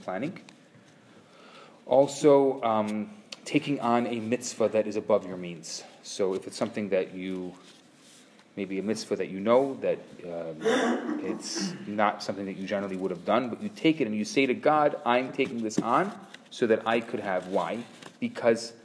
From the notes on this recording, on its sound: Recorded Live at Rohr Chabad NDG in Montreal, Canada.